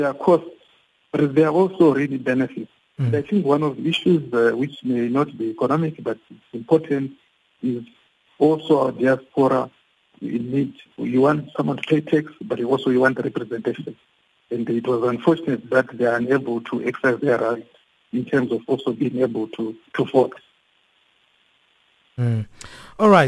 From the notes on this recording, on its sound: we are now on the line joined